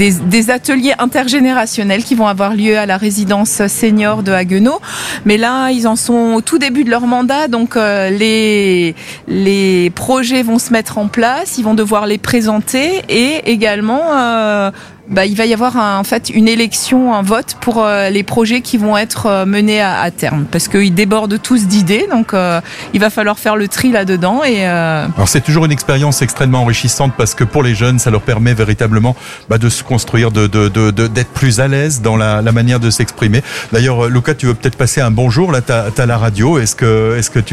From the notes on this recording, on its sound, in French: Emission en direct depuis la place Joseph Thierry à Haguenau.